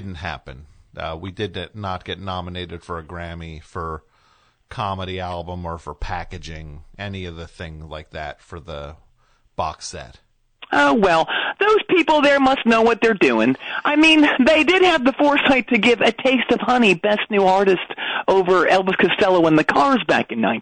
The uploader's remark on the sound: Call in from jail.